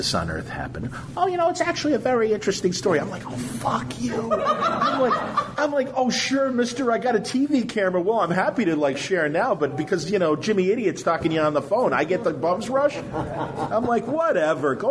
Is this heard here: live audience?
yes